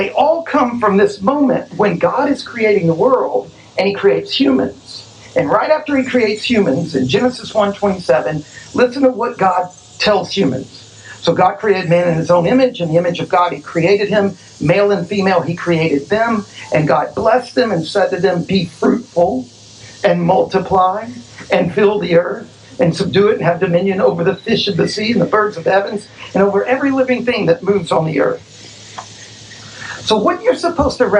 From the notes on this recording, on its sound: Our apologies for the sound quality. The sermon was preached outdoors and we weren't able to fully remove the noise and distortion.